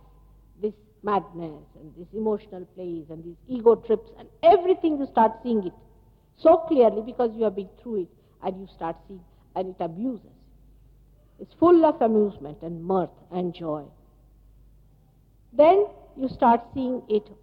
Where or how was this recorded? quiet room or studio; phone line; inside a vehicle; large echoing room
large echoing room